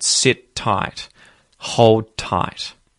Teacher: the T or the D at the ends of the word sit or hold can disappear. They can be muted and linked directly to the T at the front of the word tight